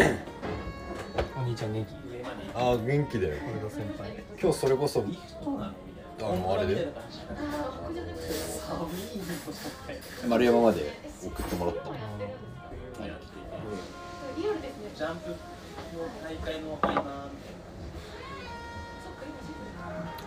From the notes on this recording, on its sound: Recorded at a wine bar